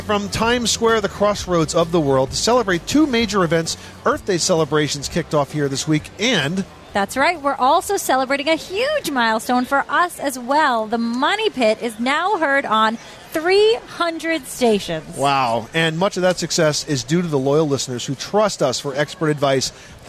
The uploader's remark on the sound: The Money Pit Home Improvement Radio Show celebrates sustainability and the addition of our 300th radio station with a broadcast live from Times Square.